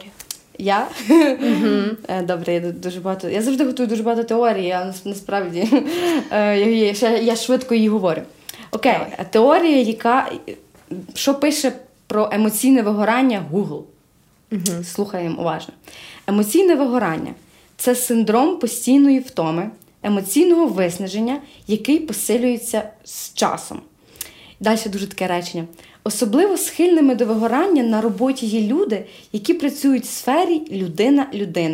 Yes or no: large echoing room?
no